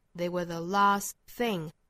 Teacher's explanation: They were the last thing we were thinking about.注意这个节奏啊 They were the last thing. Last 和 thing 这两个词要强调